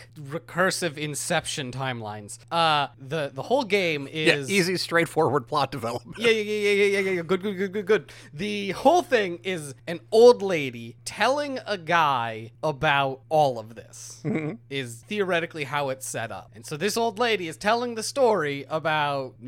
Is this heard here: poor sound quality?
no